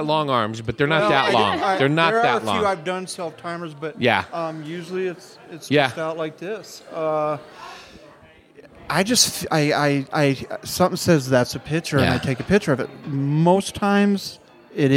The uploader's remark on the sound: Live from the Hassayampa Inn. Recorded at Hassayampa Inn in Prescott, AZ.